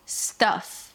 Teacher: relax your lips, release a short, quick sound. It's like a stressed schwa. · IPA: stʌf